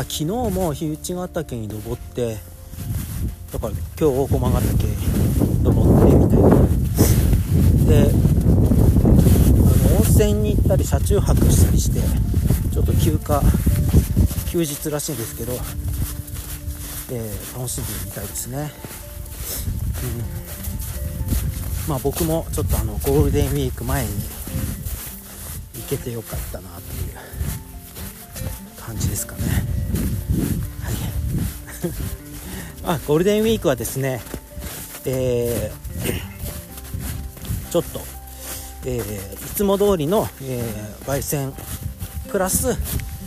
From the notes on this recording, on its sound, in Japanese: カエルが収録を邪魔して来ます。